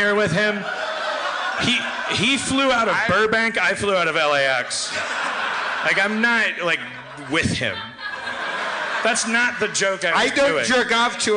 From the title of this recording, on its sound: LIVE at San Francisco Sketchfest 2016!